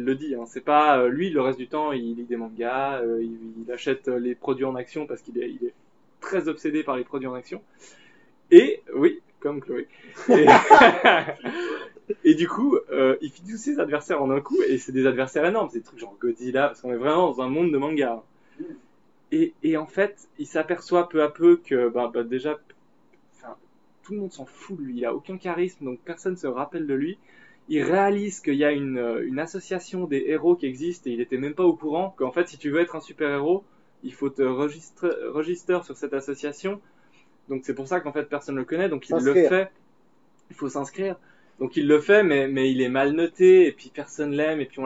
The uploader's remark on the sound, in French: Meilleure organisation n'implique pas meilleure qualité d'enregistrement cependant, on a fait de notre mieux.